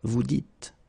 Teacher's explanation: final S not pronounced, vous dites.